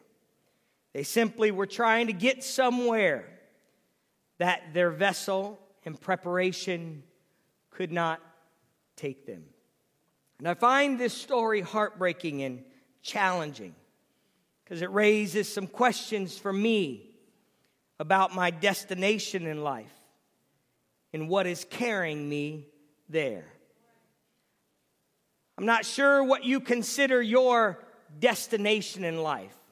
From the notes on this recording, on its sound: Previously recorded sermons from the Calvary Church in Cincinnati Ohio.